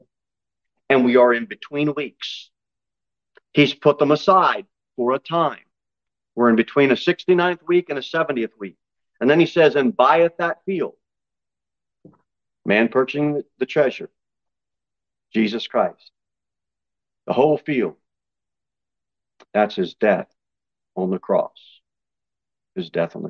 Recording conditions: large echoing room